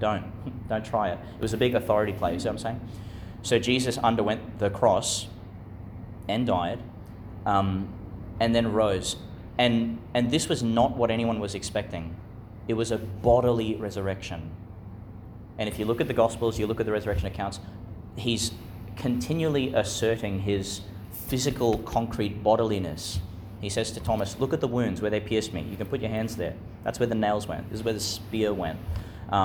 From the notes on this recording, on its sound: delivered in the Chanel College Chapel, Gladstone, Qld.